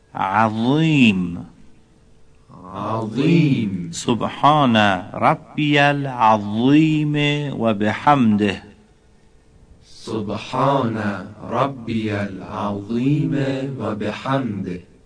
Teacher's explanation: برای تلفظ حرف ضا در کلمه عظیم دقت بفرمایید باید صدا پرحجمتر و درشتر بشه در حرف ضا